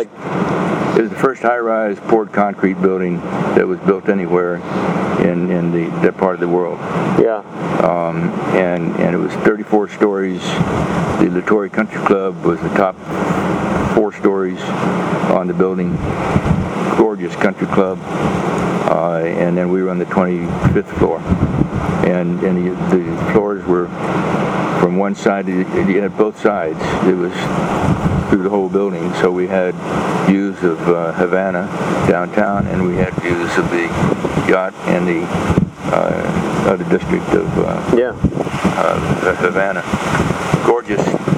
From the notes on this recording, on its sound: recorded a couple years ago on a very windy night